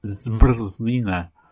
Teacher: The R, the R sound, is a kind of semi-vowel or syllabic consonant